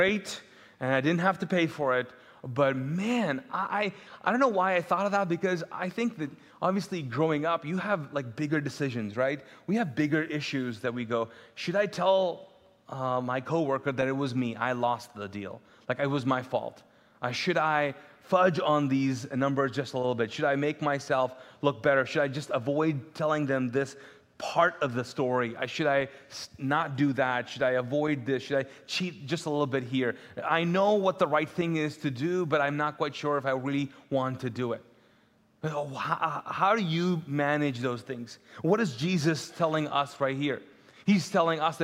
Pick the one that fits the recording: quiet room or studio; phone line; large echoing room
large echoing room